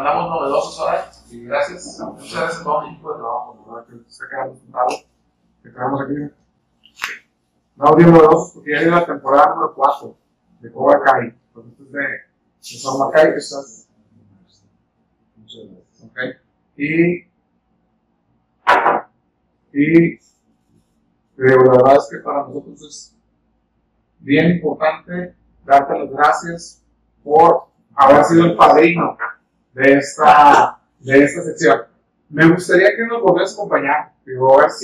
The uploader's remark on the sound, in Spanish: Una disculpa por el sonido, estuvimos ya en pruebas para mejorarlo en los próximos episodios.